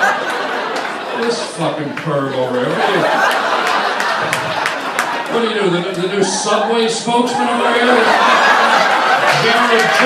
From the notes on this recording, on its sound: a live stand up performance at the world famous Comedy Store on the Sunset Strip